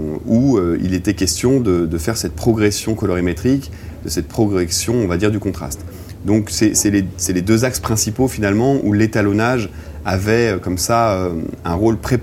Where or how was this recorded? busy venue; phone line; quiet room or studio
busy venue